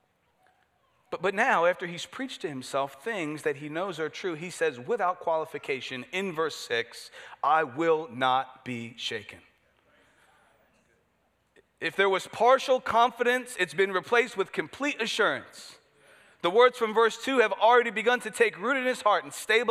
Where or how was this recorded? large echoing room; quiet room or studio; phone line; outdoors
large echoing room